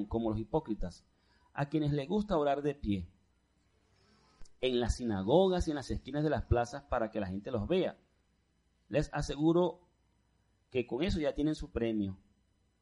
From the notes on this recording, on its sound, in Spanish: Servicio en vivo de la Asamblea de Yahweh Nazarena "Casa de Restauración" - Caracas